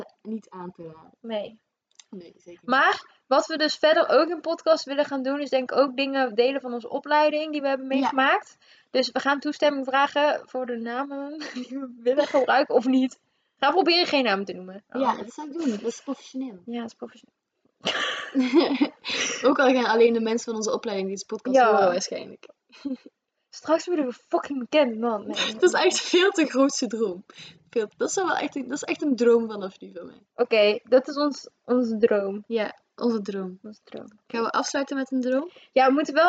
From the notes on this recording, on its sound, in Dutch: Eerste podcast, sorry voor het geluid, haha...